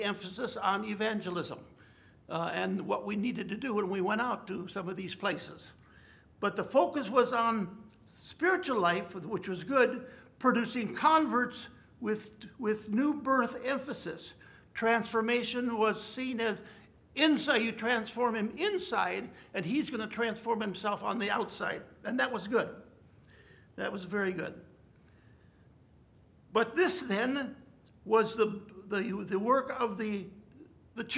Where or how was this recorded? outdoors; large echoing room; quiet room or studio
large echoing room